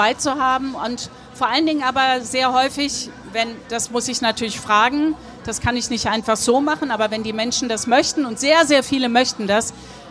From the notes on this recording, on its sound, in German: spricht live am Nürnberger Kirchentag